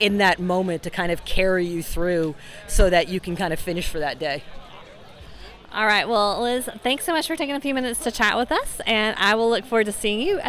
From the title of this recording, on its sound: LIVE from Unbound Gravel